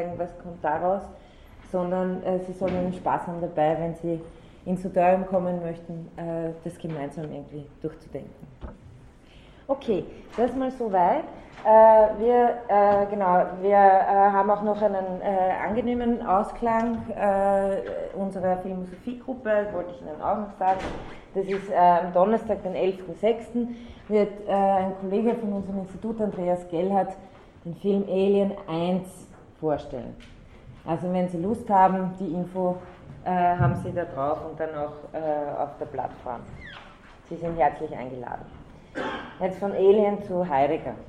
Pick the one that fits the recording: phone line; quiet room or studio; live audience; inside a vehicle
live audience